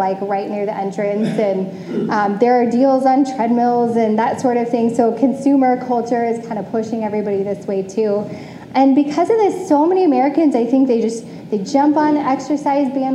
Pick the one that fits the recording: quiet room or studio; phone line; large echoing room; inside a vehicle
large echoing room